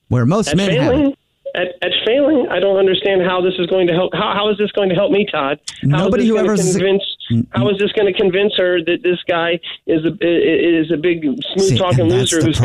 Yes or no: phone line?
yes